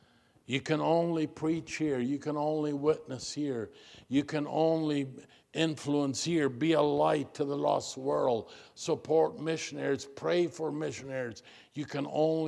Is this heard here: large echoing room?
yes